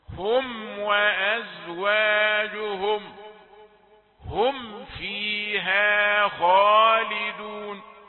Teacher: إظهار الميم الساكنة مظهرة لأن بعدها فاء، إذا كان بعدها فاء أو واو